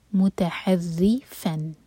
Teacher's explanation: را پر کسرہ ہے تو را باریک پڑی جائے گی